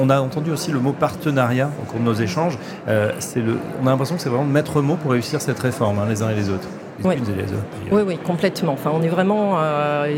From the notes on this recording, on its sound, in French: En direct du 83e congrès USH à Nantes.